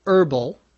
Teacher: Herbal, H-E-R-B-A-L. Notice we don't normally pronounce the H. It is possible to say herbal, but most people say herbal.